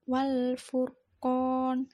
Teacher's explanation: itu adalah bersifat tafhim harus dibaca tebal karena roknya rok sukun didahului huruf hidup yang dhammah. Kemudian mat arid li sukun karena ada mat tabi'i bertemu huruf hidup dan dibaca waqaf dibaca 3 alif atau 6 harokat panjangnya.